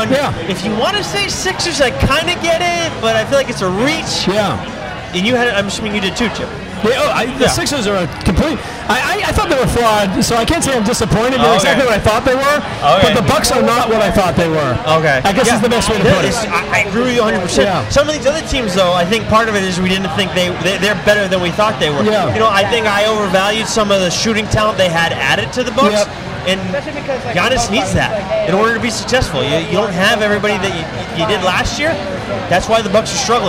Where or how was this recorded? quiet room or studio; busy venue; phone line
busy venue